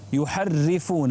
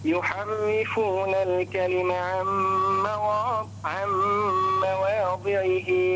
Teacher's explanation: رقق الراء ورقق أيضا الألف بعد الواو. يحرفون، وانتبه إلى الكسرة، يحرفون الكلمة عن مواضعه.